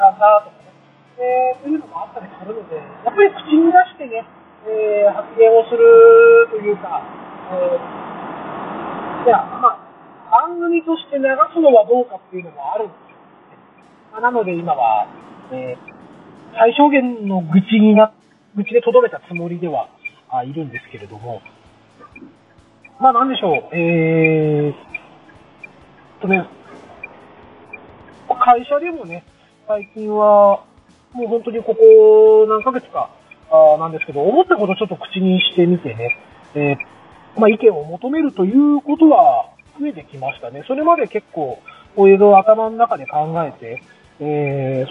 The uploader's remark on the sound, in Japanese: 今回は、車の中から収録した分を配信致しました。走行音もそうですが、マイク付イヤホンでの声がかなり聞き取りにくいかもしれません・・・。